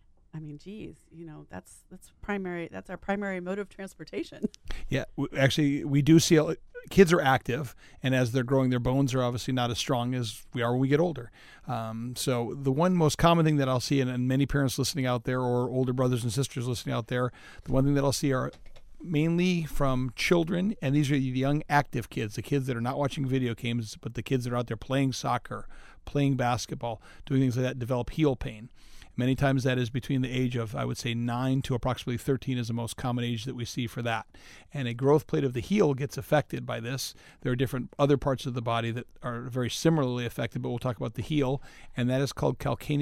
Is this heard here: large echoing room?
no